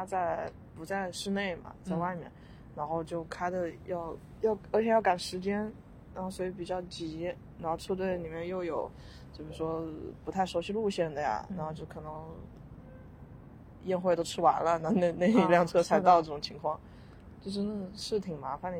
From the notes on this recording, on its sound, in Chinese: 因为户外录制的这期，请注意很有可能听到风声车声人生狗叫各种杂音，调音新手的降噪处理不是很成功还请见谅。